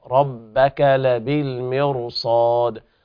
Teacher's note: والراء هنا تفخم لوقوع الصاد بعدها، وبعدها حرف طبعا الصاد من حروف الإطباق والاستعلاء، فتفخم الراء لأجل وقوع الصاد بعدها والوقف على الدال بالقلقلة.